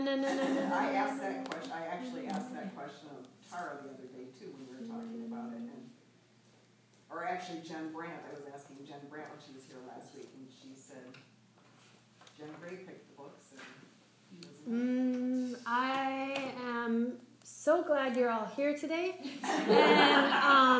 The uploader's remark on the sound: This is a live excerpt of a recording during a yoga enrichment teacher-training lecture for a group of yogis studying to be teachers